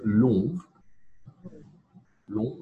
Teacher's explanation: Long with the rounded nasal vowel